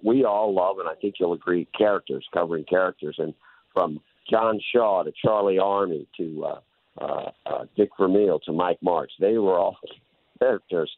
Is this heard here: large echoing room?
no